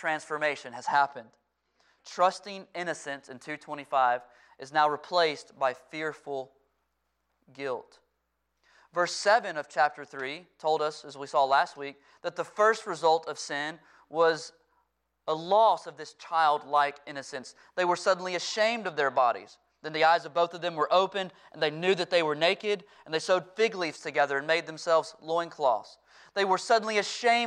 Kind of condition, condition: setting, large echoing room